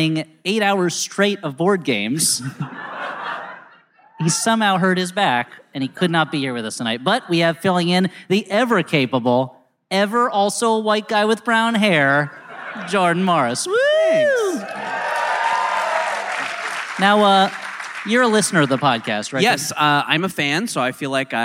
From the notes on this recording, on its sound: Live at the Regent Theater in downtown L. Rings LIVE! Live at the Regent Theater in downtown L.A.